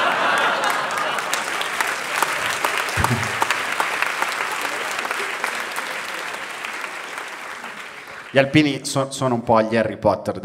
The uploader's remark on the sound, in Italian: Registrato a Firenze al Teatro Puccini